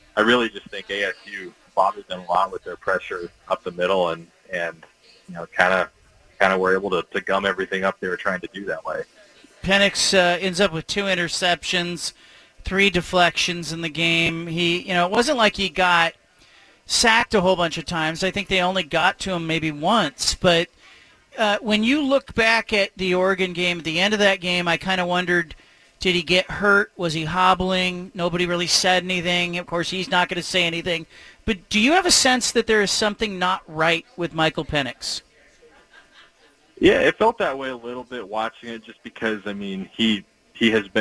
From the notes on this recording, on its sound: broadcasts live from Milwaukie Lumber in Milwaukie, Ore.